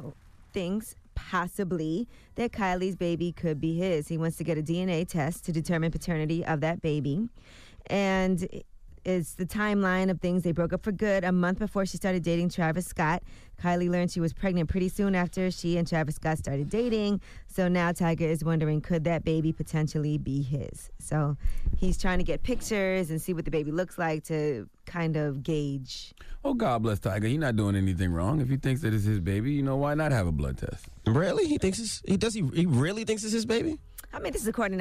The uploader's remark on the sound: we opened up the phone lines